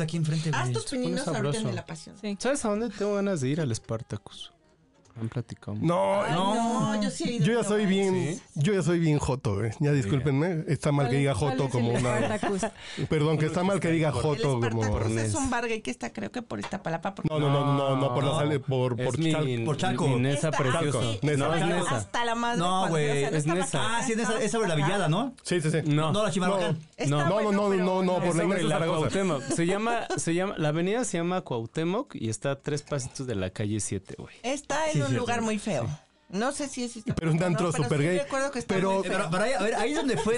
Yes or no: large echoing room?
no